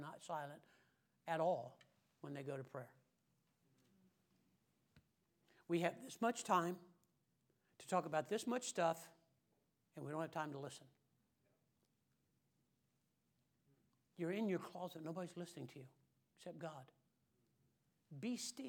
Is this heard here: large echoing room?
yes